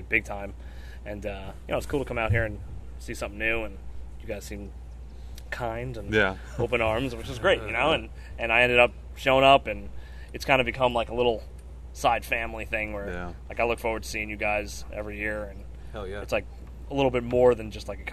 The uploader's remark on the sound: Tales From The Conference. Interview different speakers from the KC Paranormal Conference!